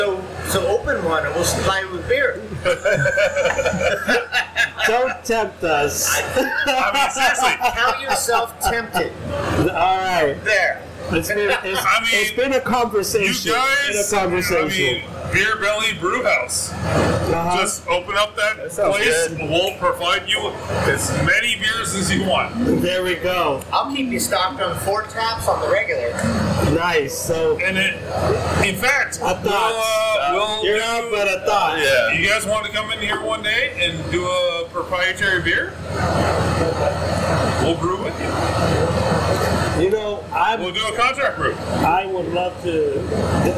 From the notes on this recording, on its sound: For the first time, we recorded a show at a brewery, Voodoo Child Brewing Company.